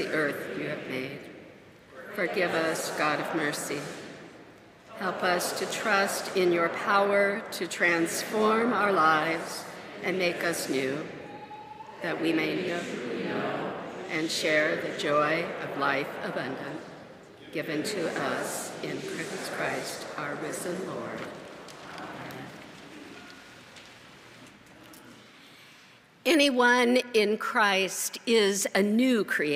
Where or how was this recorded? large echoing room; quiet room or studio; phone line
large echoing room